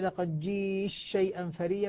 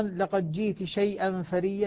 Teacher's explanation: بإدغام التاء في الشين أو بإظهارها فيها